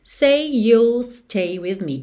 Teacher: say termina em Y, you começa em Y, então você junta say you, ok? Não preciso dizer say you.